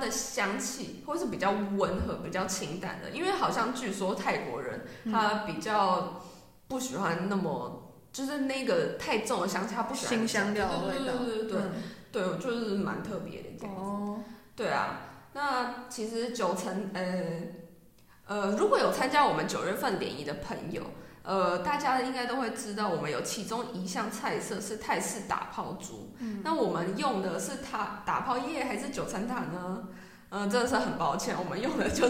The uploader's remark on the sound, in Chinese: 這集因為換了一個錄音空間，後來發現有回音的問題，只好委屈一次大家的耳朵了